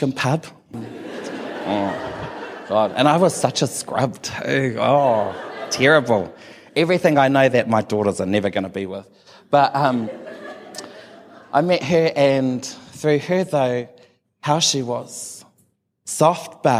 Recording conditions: live audience